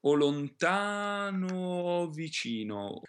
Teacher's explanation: Io farei sentire un pochino la doppia o. Io direi di tenere la o un pochino lunga e di far capire che sono due.